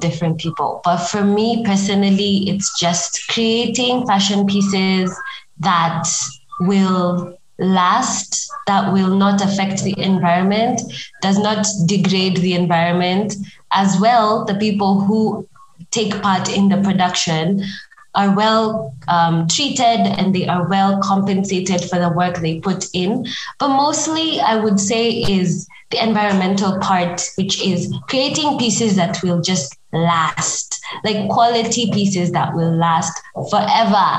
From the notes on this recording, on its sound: Despite the minor and technical issues we experienced during the call - apologies for any odd sounds you hear!